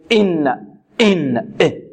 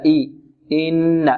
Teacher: والبعض يأتي بالهمزة فيها شيء من الغنة، إن، إن، إن، إن، يعني يخلطها بشيء من الصوت من الخيشوم كسرتها والهمزة، إن، لا، إن. إذن همزة هكذا سهلة بدون لكز لا نمط أو لا نمد كسرتها، لا نخلطها بصوت من الأنف · Shown in: second take · Term: الهمزة بدون لكز